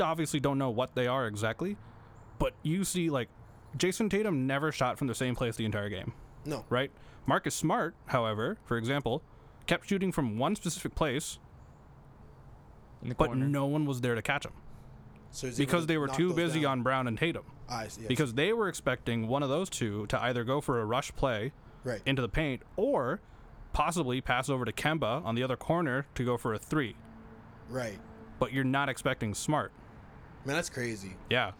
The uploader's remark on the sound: Episode recorded outdoors.